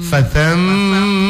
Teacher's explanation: itu jadi mimnya digunnahkan dulu, didengungkan dulu sebelum baca harokahnya